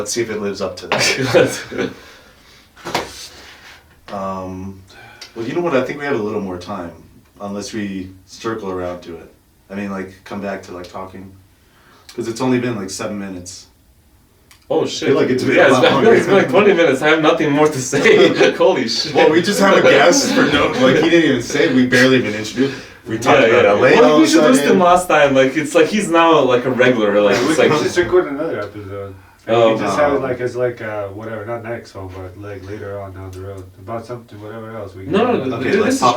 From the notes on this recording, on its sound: Very sorry about the audio.